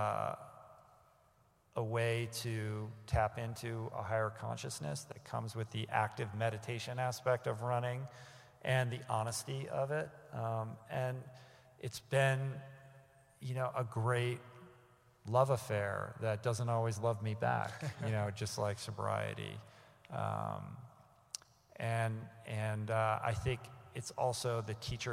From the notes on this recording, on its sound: recorded live in front of an audience